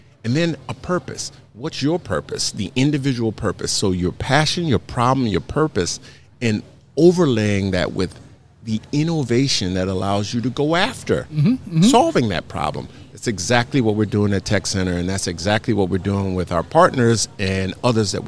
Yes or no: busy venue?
yes